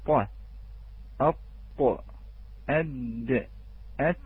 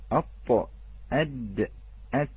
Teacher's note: طرف اللسان أو ظهر طرف اللسان مع أصول الثنايا، ويكون الطاء أبعد من الدال والدال أبعد من التاء، وهناك خلاف عند العلماء بين الدال والتاء أيهما قبل، الدال أم التاء، الدال أم التاء، الط أد أت.